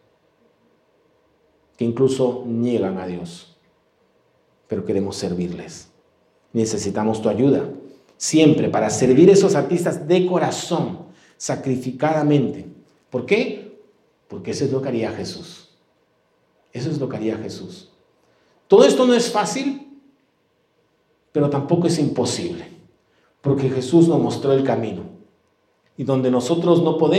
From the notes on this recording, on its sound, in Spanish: presentado en vivo el domingo 9 de octubre de 2022